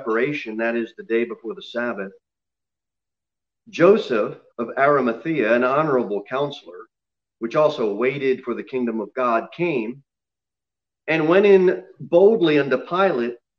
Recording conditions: large echoing room